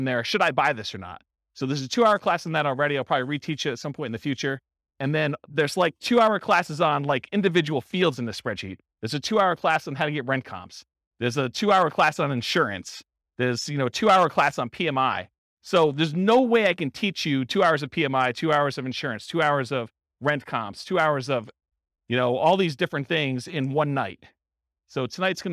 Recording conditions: live audience